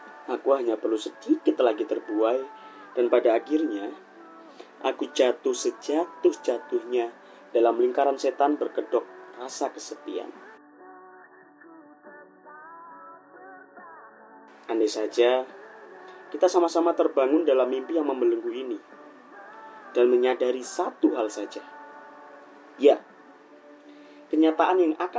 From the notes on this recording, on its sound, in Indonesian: maaf jika konsep audionya sengaja dibikin noisy